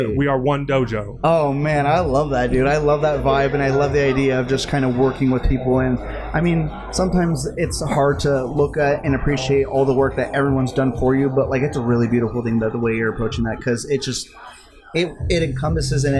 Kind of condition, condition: setting, busy venue